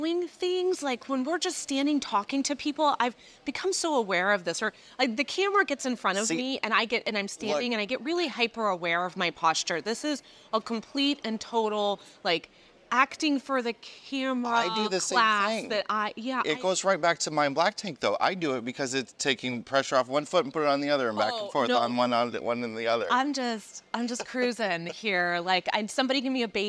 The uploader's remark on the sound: In this episode we come to you live from the Seattle RV Show